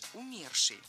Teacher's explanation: В этом слове ударение должно падать на второй слог – умерший. Объяснить это очень трудно, ведь в русском языке разноместное ударение.